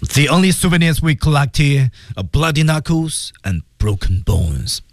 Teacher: The only souvenirs we collect here are bloody knuckles and broken bones.好，bloody knuckles and broken bones.我们再看一下，在语调当中整体降调的时候，还有个 knuckle 是升调啊。The only souvenirs we collect here are bloody knuckles and broken bones.啊，一升一降，最后还是要降